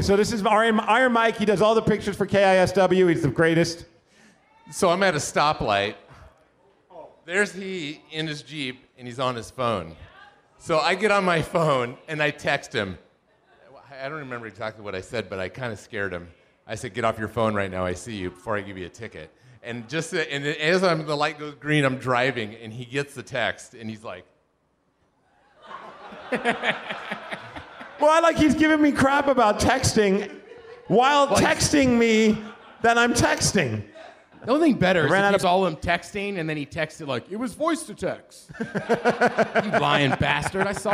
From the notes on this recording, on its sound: The podcast we did in front of a live audience during Live Day (recorded during the halftime party at Emerald Queen Casino). What happens when two men take a microphone and try and entertain a room full of drunk people.